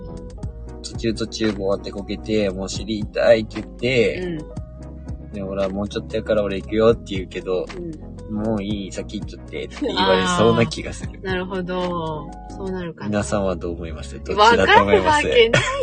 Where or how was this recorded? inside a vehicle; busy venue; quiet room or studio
inside a vehicle